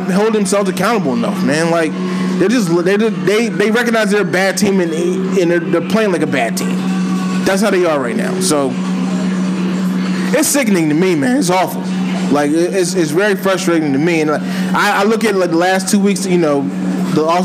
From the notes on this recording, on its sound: Live Pod. The FIRST EVER Live Episode of the Philly Sports Four for 4 Podcast Live from Duke's BBQ in Norristown, PA!!!!